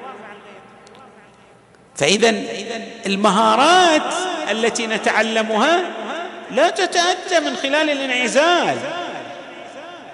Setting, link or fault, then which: setting, large echoing room